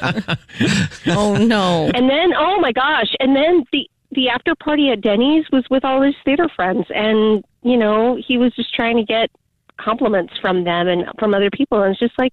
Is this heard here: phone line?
yes